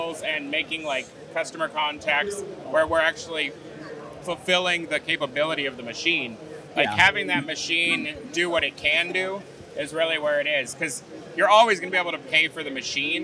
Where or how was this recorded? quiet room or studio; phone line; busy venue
busy venue